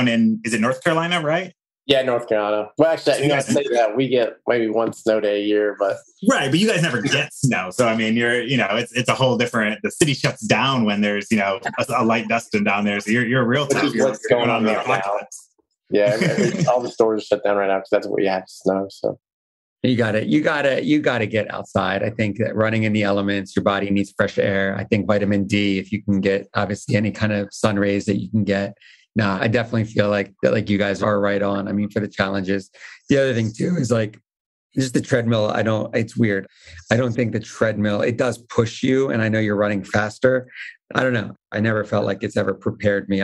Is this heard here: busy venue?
no